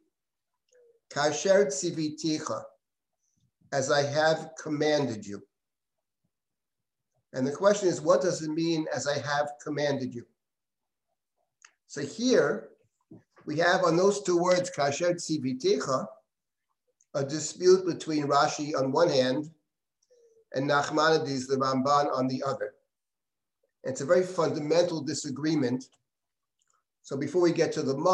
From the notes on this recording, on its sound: This audio was originally captured from Zoom as part of Drisha's Yom Iyyun on Food Ethics.